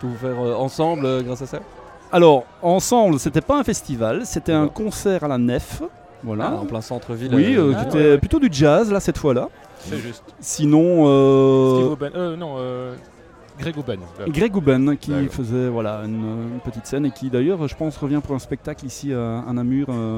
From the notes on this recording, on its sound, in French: Festival Esperanzah! 2022. Media est présent au coeur du festival, à la rencontre des participants, des artistes et des ONG qui font vivre cette édition 2022.